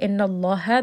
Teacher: And then in the next word, inna allaha, the name of Allah is going to be heavy. The letter before has fatha, so the lam is going to be heavy here.